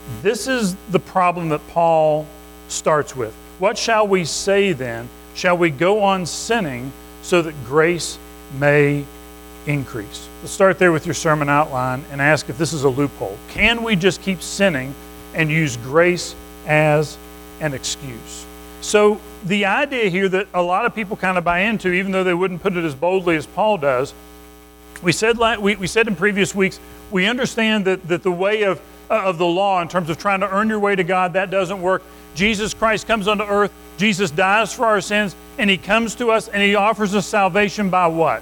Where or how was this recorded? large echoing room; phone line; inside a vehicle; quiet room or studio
large echoing room